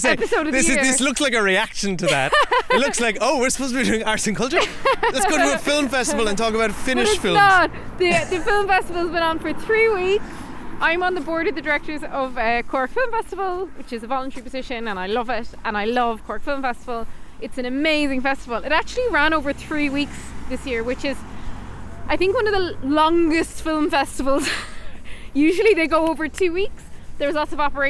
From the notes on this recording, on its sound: We take a non-spoiler walk to chat about all the movies we saw at the 68th Cork International Film Festival.